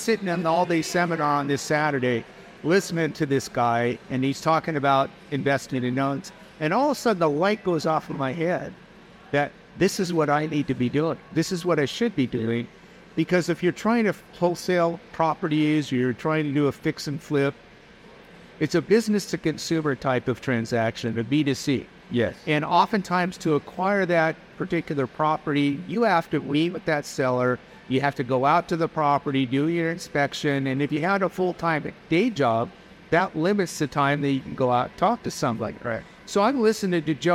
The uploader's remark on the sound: recorded at DME 2023